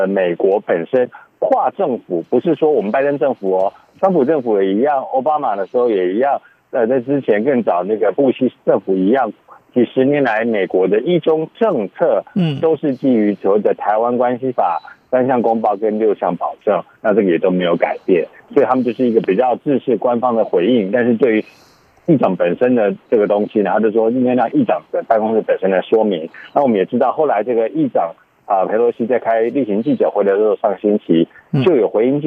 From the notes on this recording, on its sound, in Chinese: 連線美國之音白宮記者